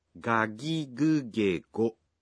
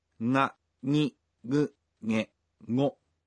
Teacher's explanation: In Japanese, you pronounce g in the initial syllables of words as a voiced g, like ガギグゲゴ。 But for other syllables such as すぐ、 you pronounce the g sound as a nasal.